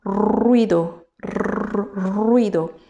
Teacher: ça ne se passe plus au niveau de la gorge, mais ça se, passe au niveau de la langue et, ça tape sur les dents · Term: R espagnol